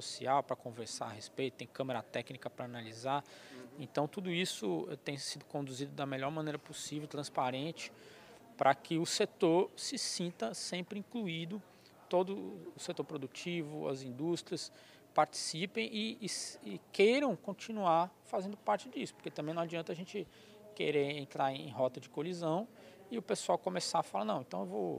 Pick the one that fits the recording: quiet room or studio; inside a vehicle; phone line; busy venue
busy venue